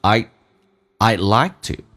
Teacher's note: D 不用发音，气流阻塞一下